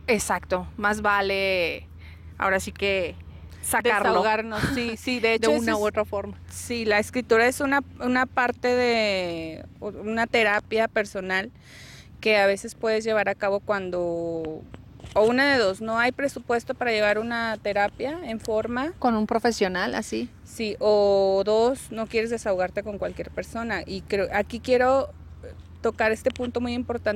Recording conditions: outdoors